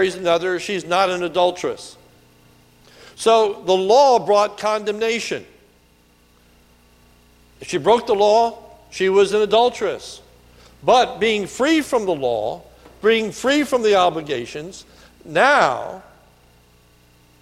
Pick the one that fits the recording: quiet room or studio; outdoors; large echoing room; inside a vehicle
large echoing room